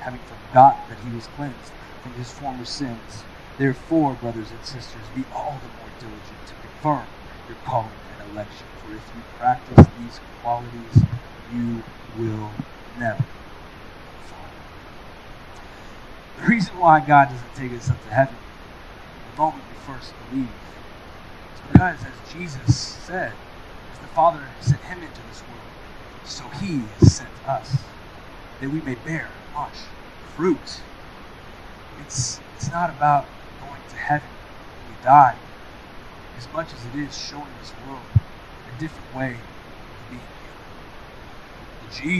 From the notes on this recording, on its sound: We are experiencing technical difficulties.